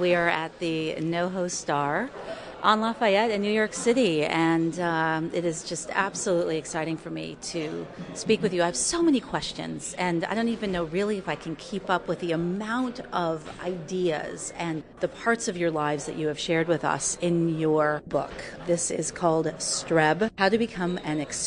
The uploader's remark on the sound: Combination live performance, community event and radio broadcast based in the New York's Catskills region.